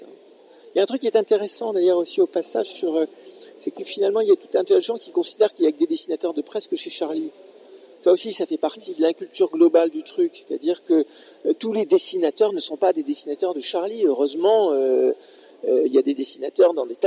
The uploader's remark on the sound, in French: Emission réalisée en direct du mémorial de Caen le 11 septembre pour les rencontres du dessin de presse